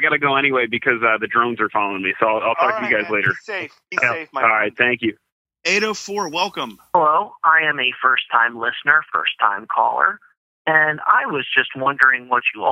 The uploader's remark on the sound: We were able to intercept the audio from NYE. They were able to take phone calls.